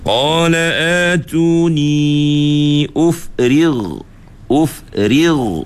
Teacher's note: Dekat ra tu ra nipis. Kemudian ghain tu kena tebal.